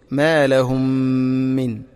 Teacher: മാ ലഹും മിൻ, മീമു സാക്കിനക്ക് ശേഷം മീമ് ഇദ്ഗാം മുതമാസിറൈൻ, ഒറ്റ മീമാക്കിയിട്ട് ഗുന്നത്തോടുകൂടി ഉച്ചരിക്കണം